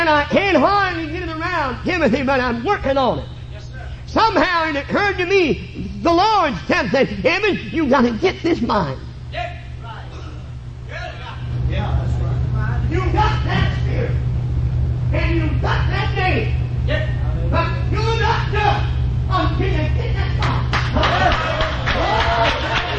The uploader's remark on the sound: This was preached at Life Tabernacle Camp Meeting in Baton Rouge, LA.